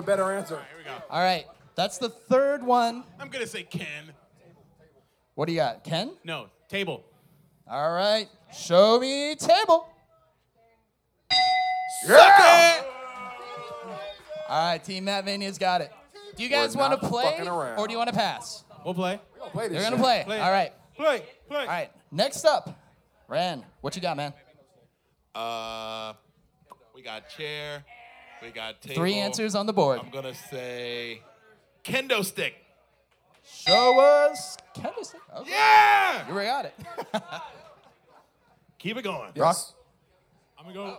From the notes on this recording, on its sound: We did manage to capture the audio of our live show at Crescent Ballroom.